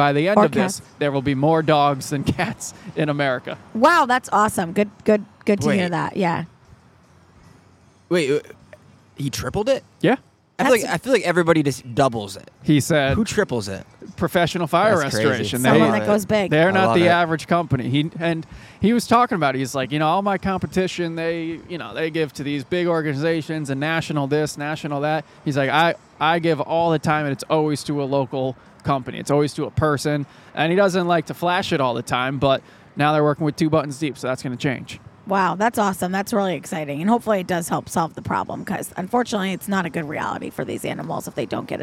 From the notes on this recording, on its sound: This episode was taped at Lionheart on the Green in Albany's Warehouse District